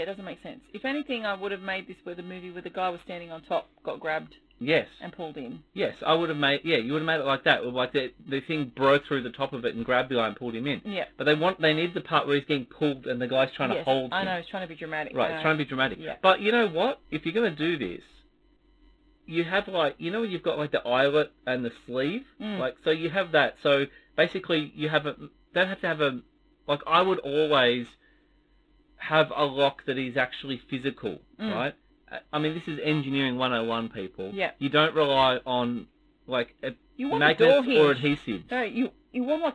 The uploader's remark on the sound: Sorry we had audio issues.